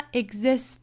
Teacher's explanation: g,这个辅音后面紧接着的就是 z,另一个辅音了